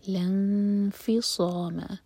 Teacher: یہاں بھی لا کے بعد حمزۃ الوصل ہے، اگر الگ سے پڑھا جائے گا اس ورڈ کو تو ہم پڑھیں گے انفصام. لام سے جوڑ رہے ہیں اس لیے حمزۃ الوصل پروناؤنس نہیں ہو رہا تو ہم پڑھیں گے لنفصام.